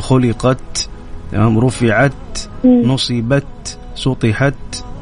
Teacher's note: التاء لما نقف عليها حكمها يعني من صفاتها الهمس